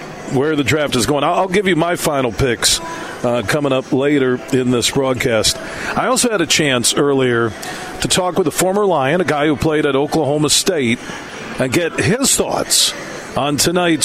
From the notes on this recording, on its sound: Today we're broadcasting live from the Ascend Sportsbook and Nightclub inside of Soaring Eagle Casino & Resort in Mt.